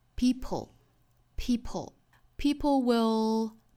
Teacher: 爆破的同时呢，我们舌尖去抵上齿龈发舌侧音，这两个动作是同时做的